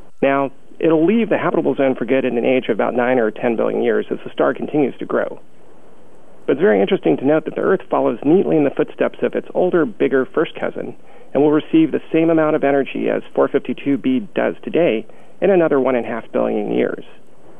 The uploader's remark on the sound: Listen to the NASA teleconference where the announcement was made.